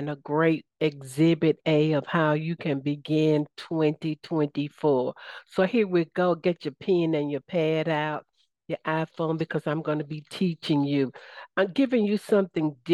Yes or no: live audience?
no